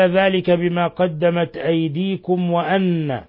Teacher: ميم ساكنة جاء بعدها الواو، إظهار شفوي، بل هو من أشد حالات الإظهار الشفوي.